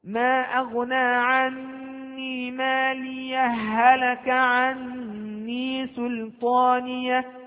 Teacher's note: في الوصل اجتمعت عندنا هاءان، الأولى ساكنة والثانية متحركة، فأدغم الثاني في الأول وصارت هاء واحدة